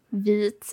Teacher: So when you say the Swedish I, and you use it for when you only have one consonant after, so you have the long sound, it's vit, and you sort of push the sound forward in your mouth